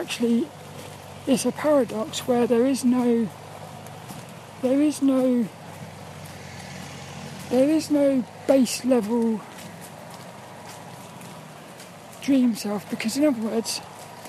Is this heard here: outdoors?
yes